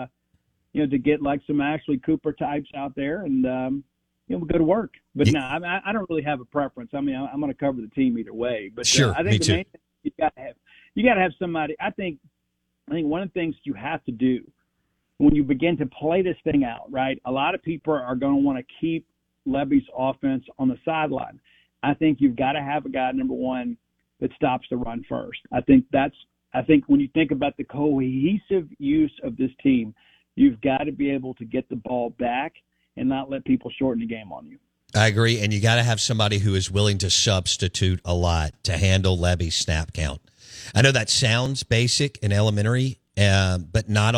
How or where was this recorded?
phone line